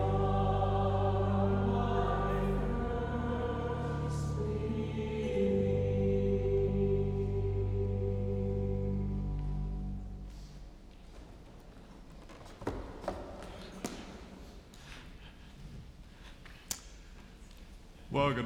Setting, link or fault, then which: setting, large echoing room